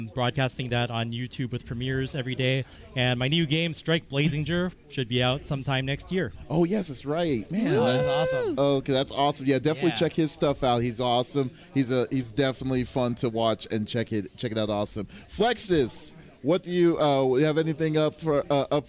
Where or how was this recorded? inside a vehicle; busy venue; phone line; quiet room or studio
busy venue